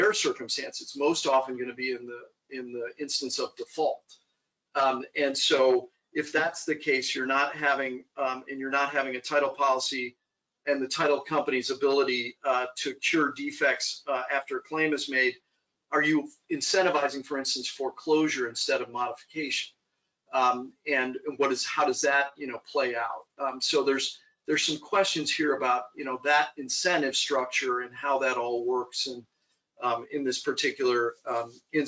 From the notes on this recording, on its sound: we share our webinar